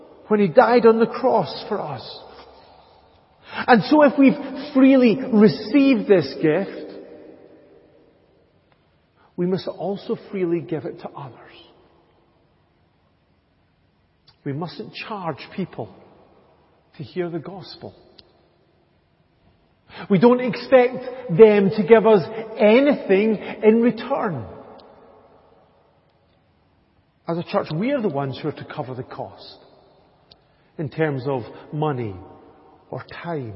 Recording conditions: large echoing room